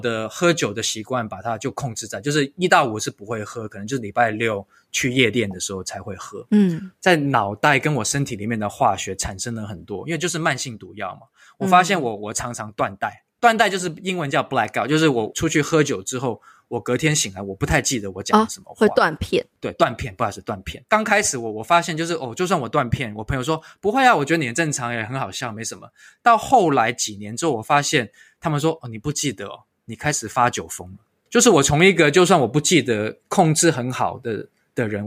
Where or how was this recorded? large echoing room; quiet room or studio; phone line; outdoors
quiet room or studio